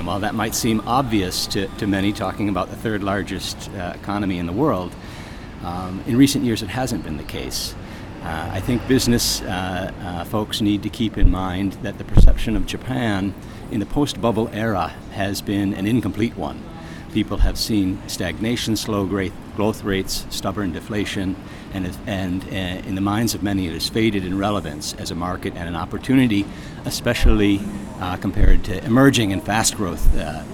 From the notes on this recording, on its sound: In an interview that took place outside of a Starbucks in downtown Tokyo.